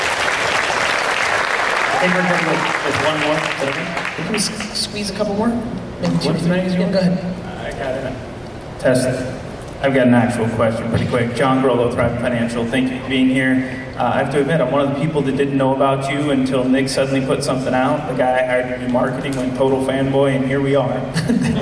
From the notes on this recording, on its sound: SkySprout Keynote. Keynote from a talk I did in Columbus, Ohio on July 16th. Thank you SkySprout for hosting such a great event, a lot of great Q&A about 30 minutes in.